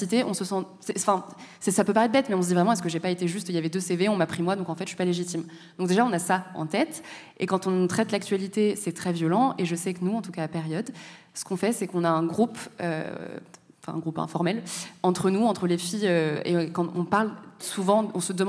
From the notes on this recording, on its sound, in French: Kiffe ta race propose une émission spéciale enregistrée en public au Centre Pompidou, dans le cadre du cycle “Ouvrir la marche 1983-2023, 40 ans de lutte contre le racisme”. Prise de son : régie du Centre Pompidou.